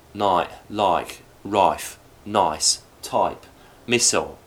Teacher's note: The I sound in price goes further back.